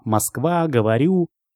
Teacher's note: В русском языке мы произносим безударное «о» как «а».